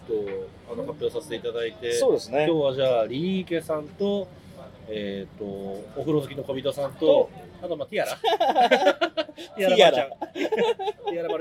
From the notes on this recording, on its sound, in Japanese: 東京にやってきた。上野の路上で雑に収録した今回の「ブックブックこんにちは」は、雑談多めの雑音多め。雑音というノイズはある。